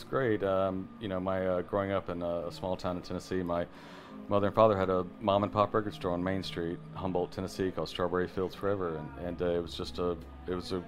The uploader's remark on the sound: during the label's 20th-anniversary party at AmericanaFest 2018